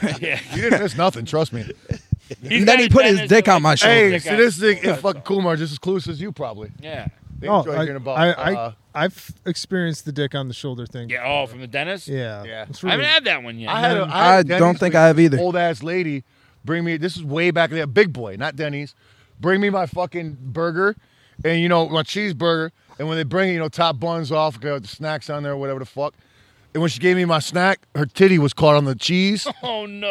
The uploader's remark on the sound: Live from the poolside, it's the Second Palcast Pool Party!